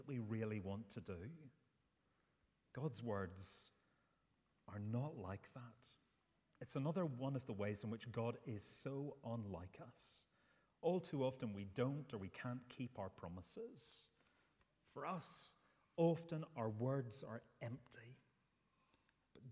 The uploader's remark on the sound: Sunday 10th September 2023 morning service